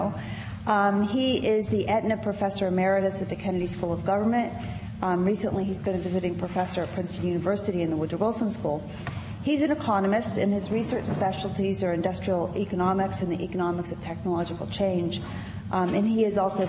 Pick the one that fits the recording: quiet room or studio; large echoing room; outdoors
large echoing room